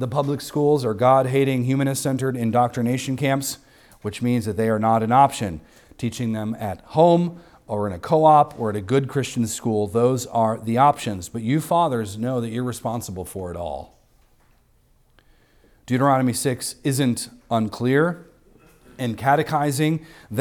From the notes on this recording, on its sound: recorded on Sunday, December 3rd, 2023, at the weekly worship gathering of Cross & Crown Church.